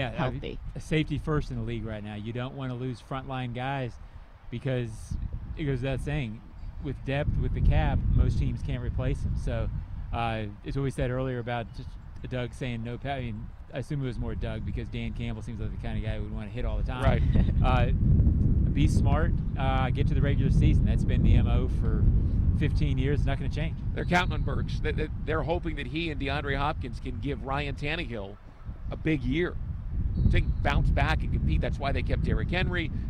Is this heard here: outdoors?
yes